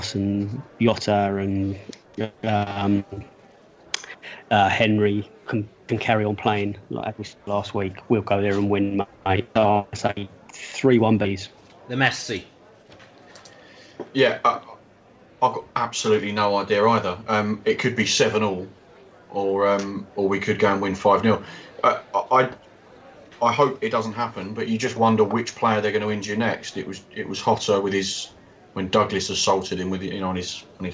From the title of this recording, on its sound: Pre-Match Podcast From The Pub